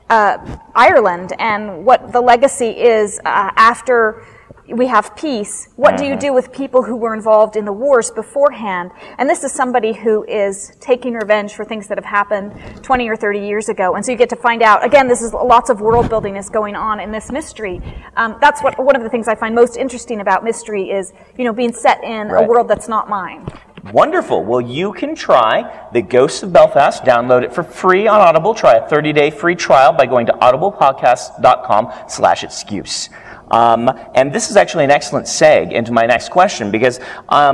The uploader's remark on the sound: Live from Westercon 67 and Fantasy Con.